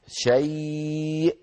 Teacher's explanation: لابد من طبق الوترين على بعضهما بقوة · Term: الهمزة